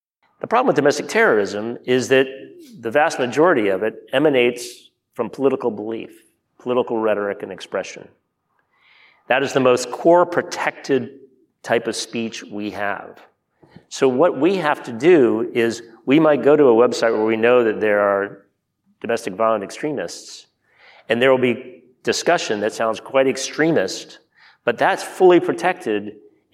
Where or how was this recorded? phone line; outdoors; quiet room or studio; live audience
live audience